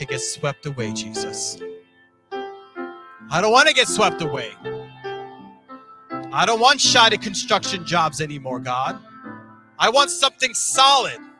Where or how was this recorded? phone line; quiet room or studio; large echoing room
large echoing room